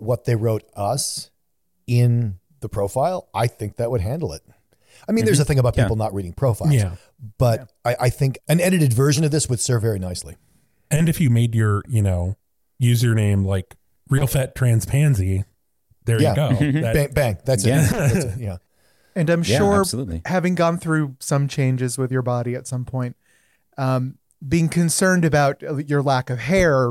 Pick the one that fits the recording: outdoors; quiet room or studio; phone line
quiet room or studio